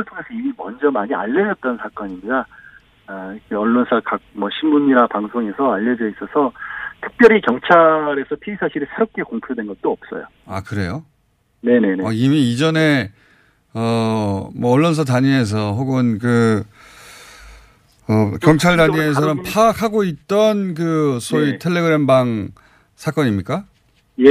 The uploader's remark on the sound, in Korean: 전화연결.